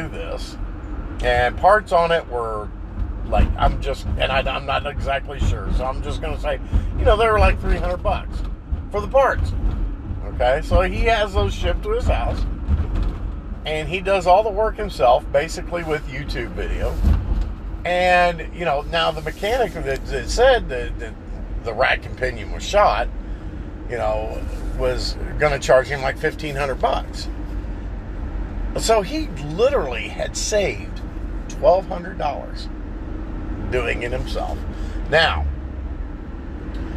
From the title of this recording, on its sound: While driving